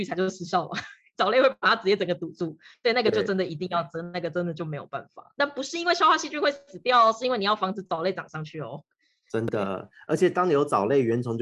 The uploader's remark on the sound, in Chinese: 只是音質的部分因為我們合體錄音都用Zoom。所以多少有點卡卡。